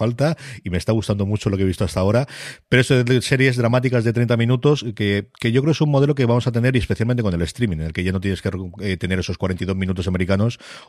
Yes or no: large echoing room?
no